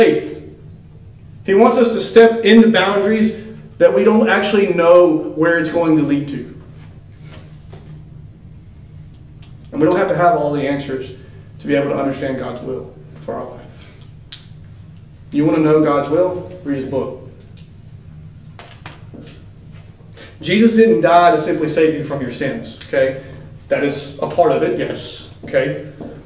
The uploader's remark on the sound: This is a recording of the lesson for the youth at Wellford Church.